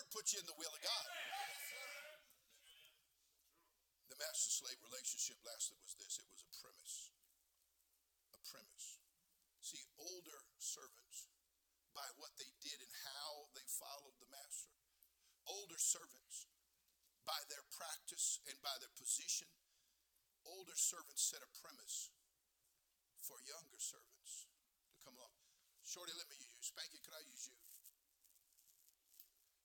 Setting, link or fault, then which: setting, large echoing room